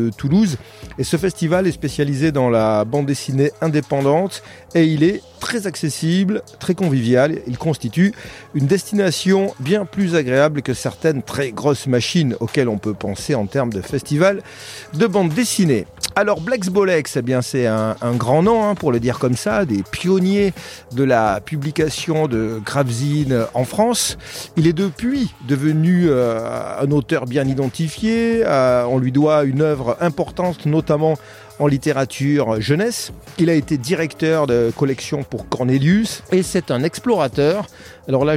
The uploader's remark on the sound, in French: enregistré au festival de bande dessinée de Colomiers